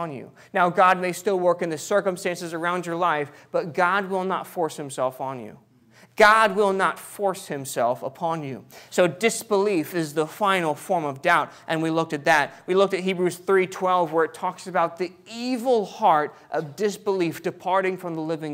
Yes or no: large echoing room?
yes